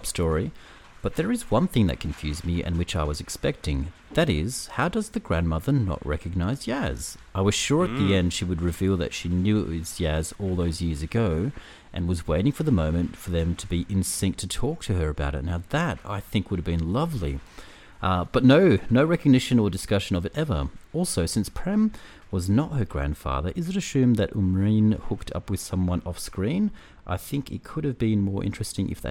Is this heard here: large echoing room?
no